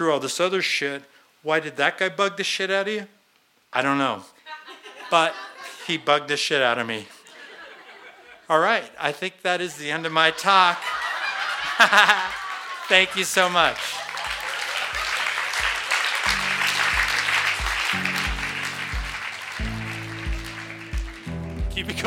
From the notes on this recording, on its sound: in front of our live audience on 15 November 2017 at Buntport Theater in Denver, Colorado